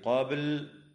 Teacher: وتقلقل الباء في كلمة قبل وصلا ووقفا